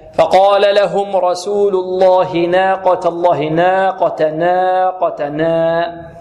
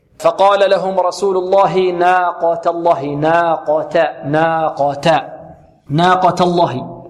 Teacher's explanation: نرقق النون ونفتح النون فتحا متوسطا، فتحا متوسطا، والألف كذلك · Shown in: second take